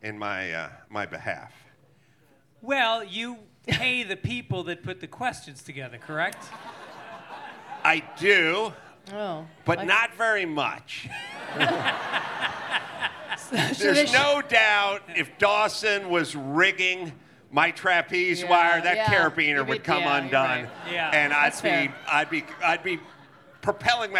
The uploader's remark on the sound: Recorded live at Belly Up Tavern in Solana Beach, CA on January 7, 2024.